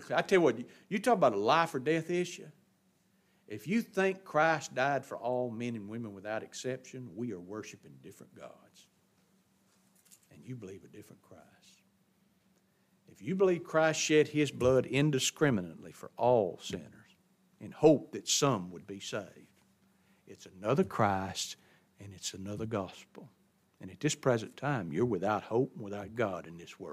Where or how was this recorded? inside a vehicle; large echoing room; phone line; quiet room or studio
large echoing room